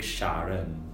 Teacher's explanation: I'd almost roll the R